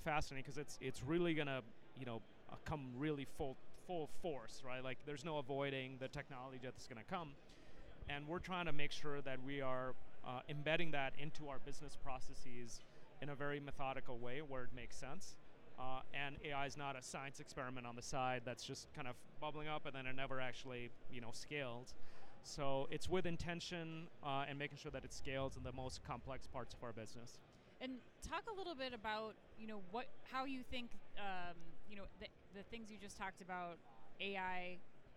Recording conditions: busy venue